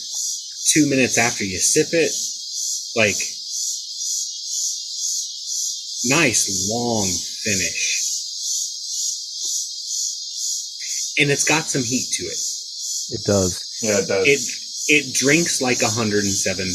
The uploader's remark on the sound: In a very special - and unlistenable - episode. Goes outside to broadcast from his deck. The Cicada episode.